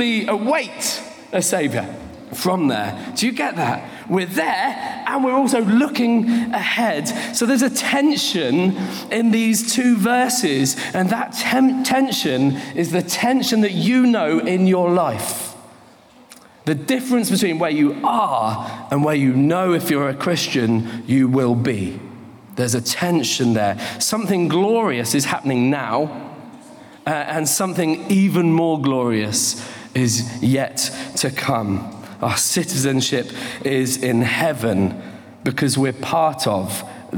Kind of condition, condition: setting, live audience